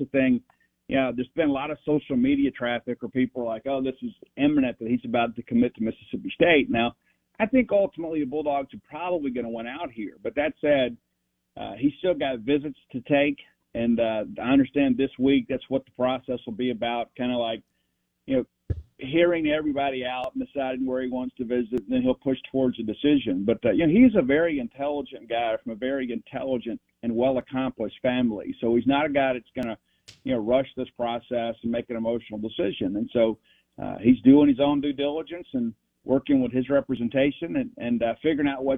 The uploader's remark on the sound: On the Farm Bureau guest line. Live in the BankPlus Studio.